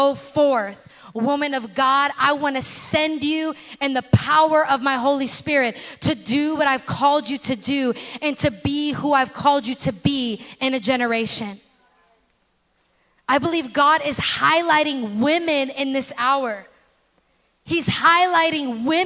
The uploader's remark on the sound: In this special episode recorded at our February Bloom Night.